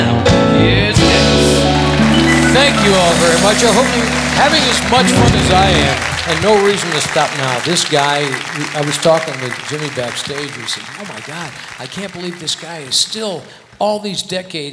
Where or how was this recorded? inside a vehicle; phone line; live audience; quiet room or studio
live audience